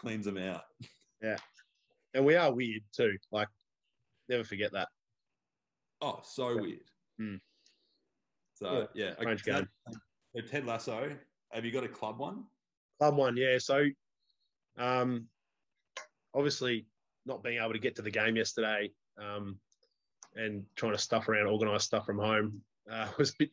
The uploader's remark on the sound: A different sort of episode this week as the podcast was forced onto Zoom.